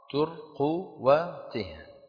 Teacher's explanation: ضم التاء وسكن الراء بعدها وضم القاف